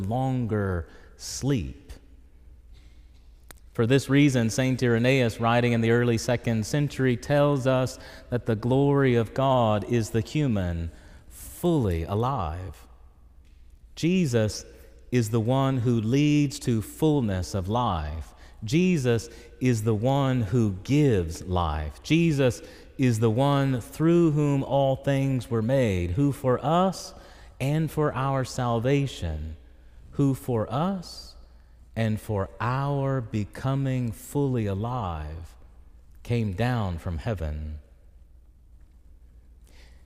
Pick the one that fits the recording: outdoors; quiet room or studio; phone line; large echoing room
large echoing room